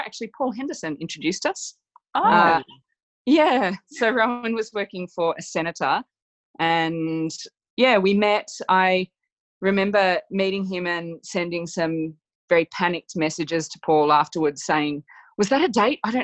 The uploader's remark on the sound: broaden out the Zoom call